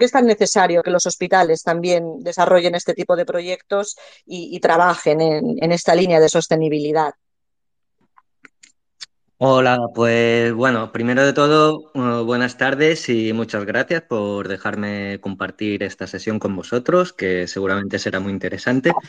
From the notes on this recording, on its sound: Sala de audio de la SEFH en Twitter (Twitter Spaces)